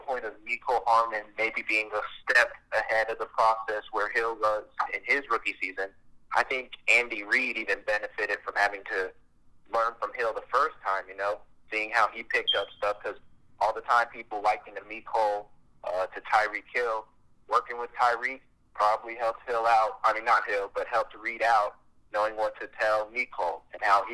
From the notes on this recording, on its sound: Joined via phone call